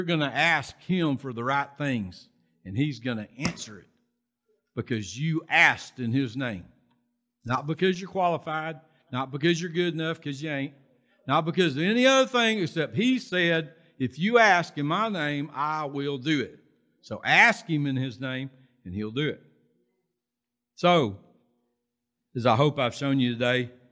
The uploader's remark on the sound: Recorded from South Gate Fellowship in Duncanville, TX on Sunday, November 14, 2021.